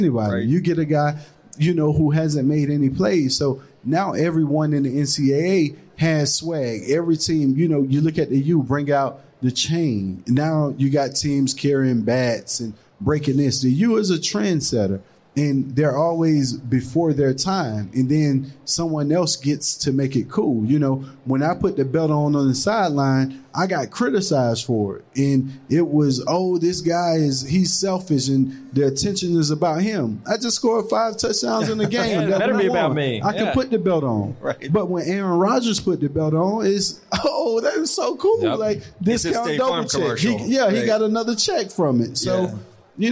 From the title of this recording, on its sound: Live from Caesar's Palace